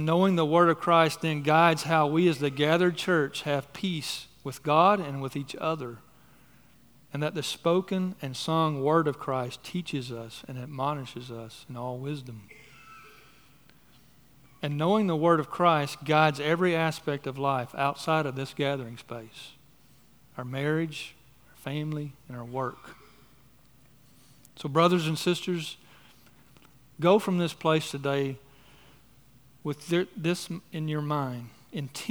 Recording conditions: large echoing room